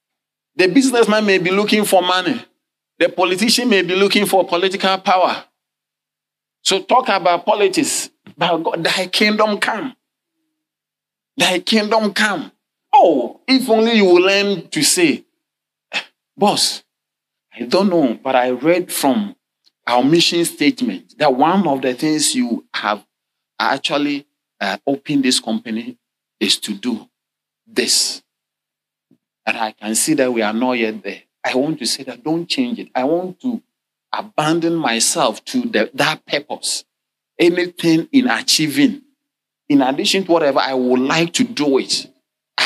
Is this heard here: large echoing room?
yes